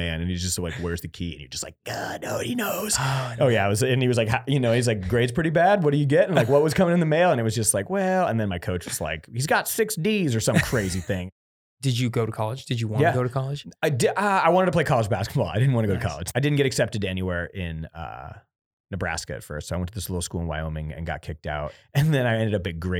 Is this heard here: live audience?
no